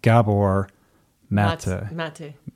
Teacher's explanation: you put the emphasis on the first syllable